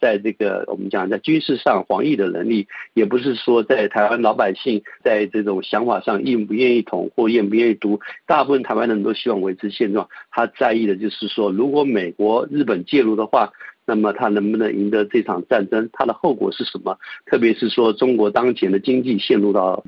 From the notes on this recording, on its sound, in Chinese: 接受本台电话采访